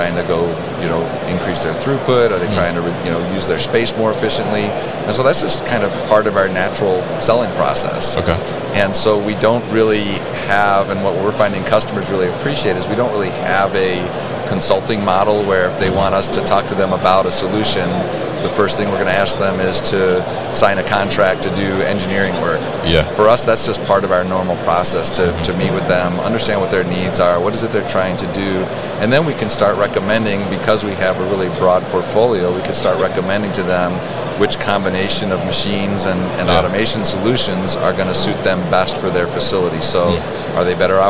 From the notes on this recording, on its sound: Signode at MODEX 2022